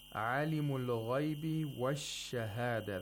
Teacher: The Sheen has the longest timing because it's a letter of Rakhawa. A weak fricative.